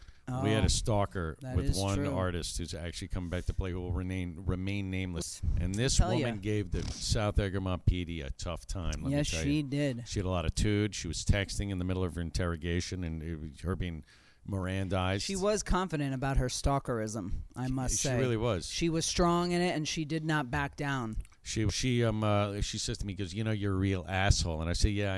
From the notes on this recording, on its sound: A weekly audio and video transmission from The Barn at The Egremont Village Inn